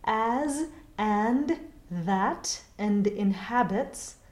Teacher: In words like as, and, that, and inhabits, the letter A becomes the phonetic AE and remains that in British received pronunciation